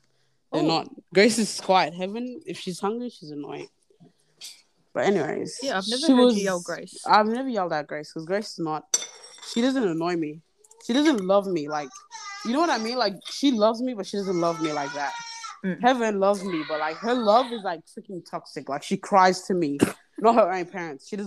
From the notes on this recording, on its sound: the background noises are coming